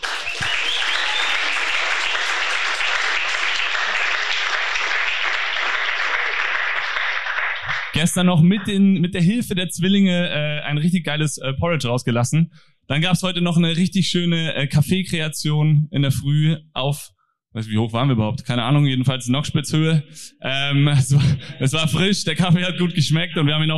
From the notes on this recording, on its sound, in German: live on stage beim FESTIVAL FIVE 2023.